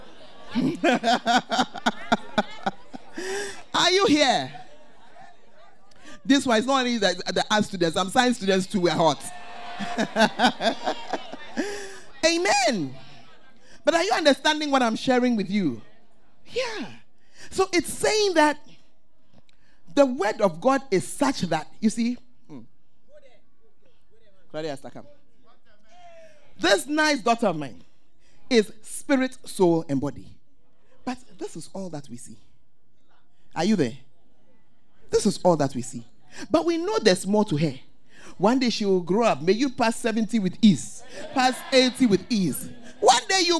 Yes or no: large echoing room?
yes